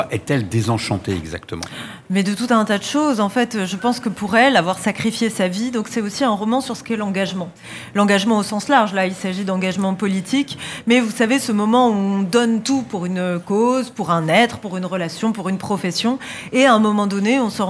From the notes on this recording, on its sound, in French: Était sur les radios de la FRAMA en direct du salon du livre dimanche 2 octobre 2022.